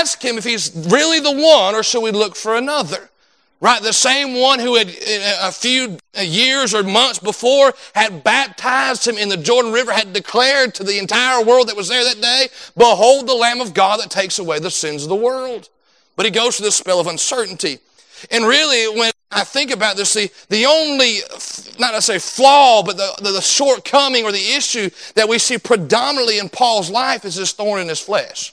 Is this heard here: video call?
no